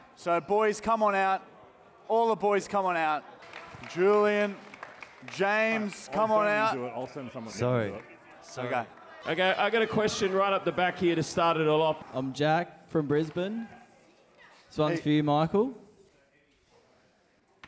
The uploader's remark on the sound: The live show finale!